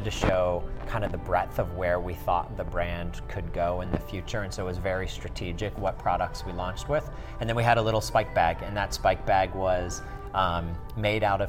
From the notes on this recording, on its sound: Recorded at the US Olympic Marathon Trials. With Tracksmith in their athlete suite.